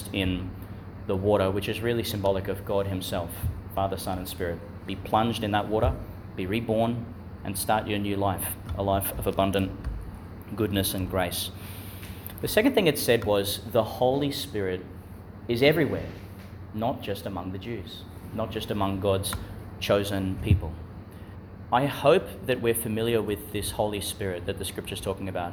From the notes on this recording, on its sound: Homily for Thursday in the Fifth Week of Eastertide, delivered in the Chanel College Chapel, Gladstone, Qld.